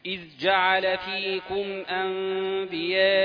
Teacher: لأن في قراء بيضغموا الذال دي ذال إذ في الجيم يقولوا إذ جعل إذ جعل فمش عاوزين نقرأ قراءة ملتبسة ترى ده حفص ولا الثاني ولا الثاني إذ جعل إذ جعل ده الحكم هنا إظهار الذال قبل الجيم